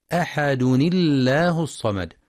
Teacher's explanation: فتنطق أحد الله الصمد مع ترقيق لام لفظ الجلالة وصلا لكسر ما قبلها، وتفخم إذا ابتدأ بها الله الصمد.